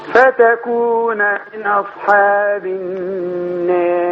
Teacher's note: انتبه أن الألف المقللة يتبعها ترقيق الراء